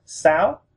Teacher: So we want to make sure we say sao and raise our voice up. · Term: rising tone